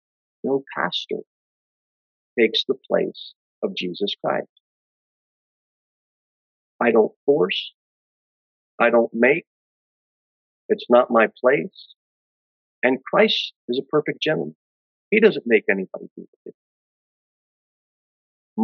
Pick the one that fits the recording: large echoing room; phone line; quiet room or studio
large echoing room